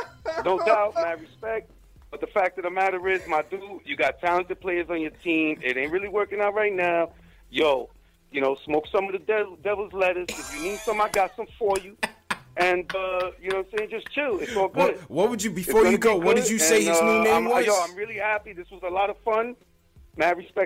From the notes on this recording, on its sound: KnicksFanTV hosted its first LIVE caller debate last night during the post-game show